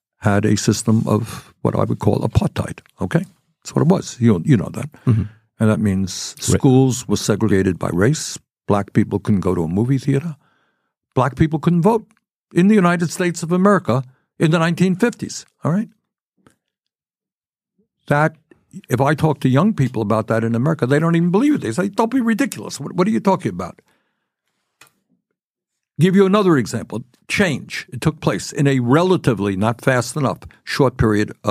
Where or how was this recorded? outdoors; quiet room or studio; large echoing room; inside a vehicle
quiet room or studio